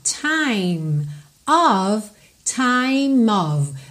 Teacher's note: Você liga o M no of, que é a preposição of, O-F, sempre vai ter pronúncia de O-V, ok?